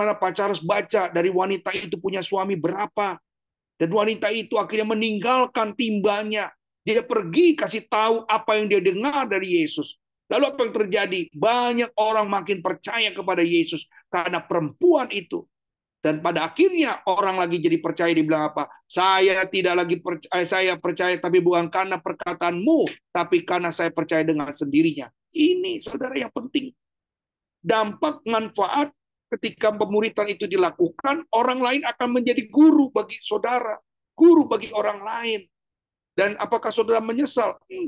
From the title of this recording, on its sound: Audio Zoominar